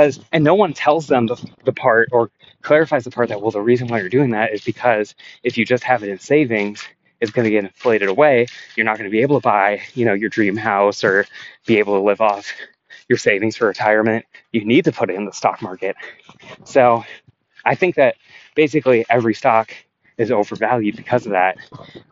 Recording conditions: outdoors